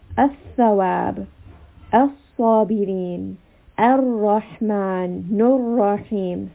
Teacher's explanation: We have al. But I am not saying the lam because these are letters of Shamsiya. · Term: lam Shamsiya